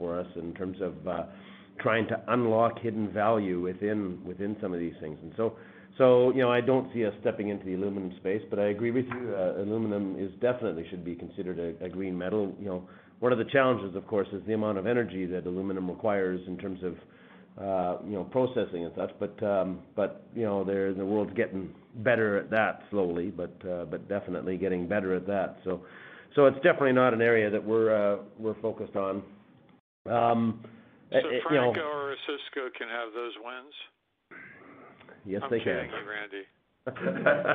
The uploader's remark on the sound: Third quarter 2021 earnings call for Wheaton Precious Metals Corp.